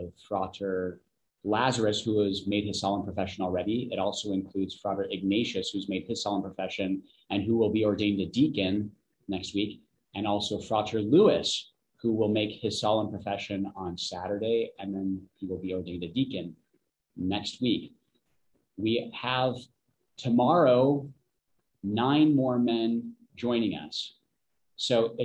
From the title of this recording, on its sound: Live Webinar